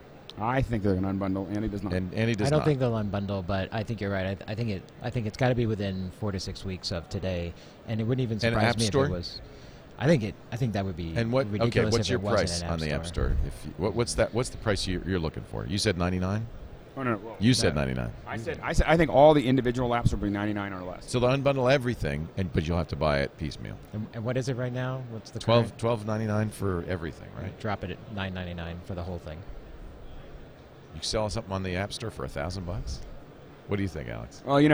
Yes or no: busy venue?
yes